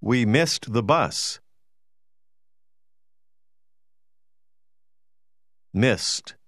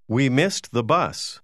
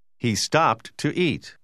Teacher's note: Noti che il suono delle lettere finali E, D è un po' diverso. Dopo una certa combinazione di lettere, il suono D si pronuncia T.